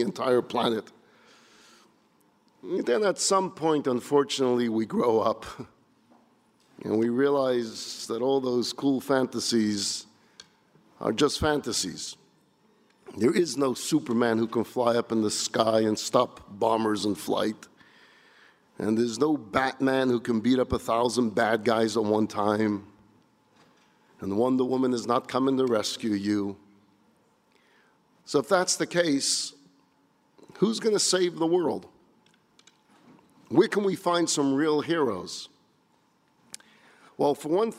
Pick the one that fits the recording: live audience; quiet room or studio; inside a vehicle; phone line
live audience